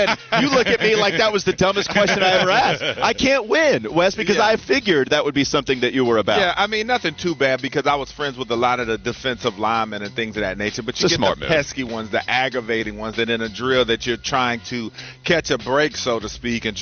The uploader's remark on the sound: Get off the bus live from Panthers training camp.